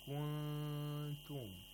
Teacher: You approximate the place of articulation of the ta. And at the same time, you make a nasal sound for two vowel counts. And then pronounce ta. · Term: ikhfa